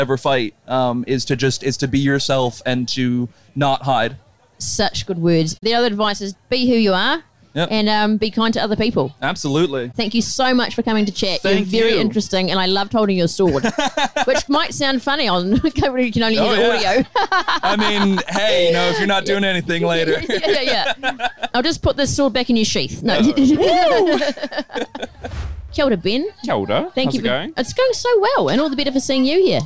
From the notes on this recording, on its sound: live at Big Gay Out 2023